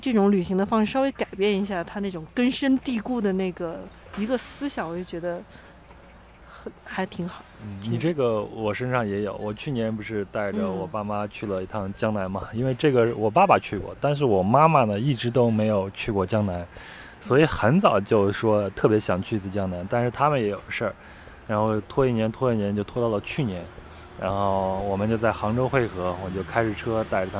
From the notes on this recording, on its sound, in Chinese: 录制地点在北京房山区大石河畔，您能听到树上的蝉鸣、马路上的车声和不远处游泳的小孩子们的喧闹。